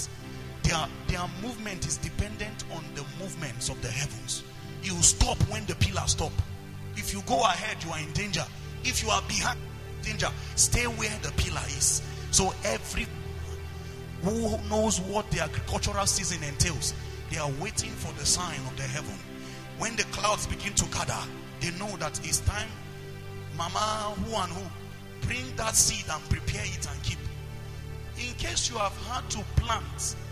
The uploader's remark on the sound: preached at the Potter's Treasure Church, Kaduna.